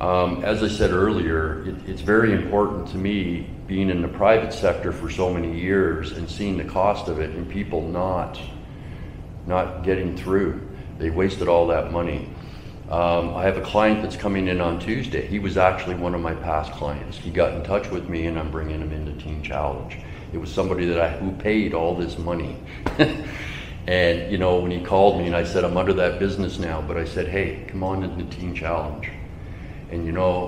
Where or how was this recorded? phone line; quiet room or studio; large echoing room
large echoing room